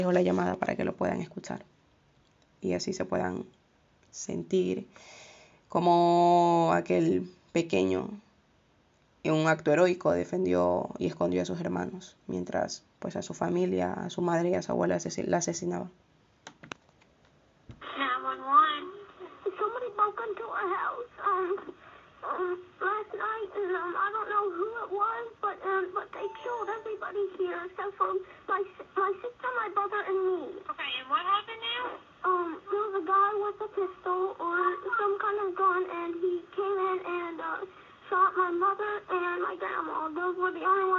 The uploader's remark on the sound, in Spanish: Un top de las cuatro llamadas más perturbadoras grabadas por el 911.